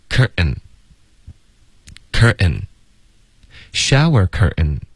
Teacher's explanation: curtain 的这个 ten 特的音也会用一个喉音停顿，所以就发 curtain showercurtain。